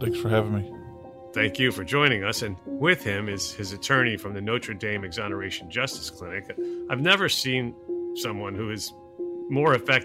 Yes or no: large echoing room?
no